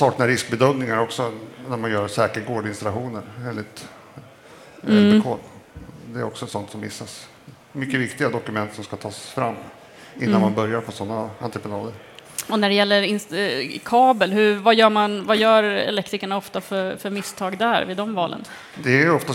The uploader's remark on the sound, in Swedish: Elinstallapodden Live från Elfack